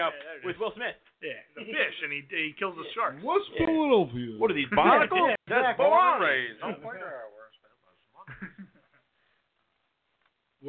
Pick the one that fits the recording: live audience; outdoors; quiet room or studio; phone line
phone line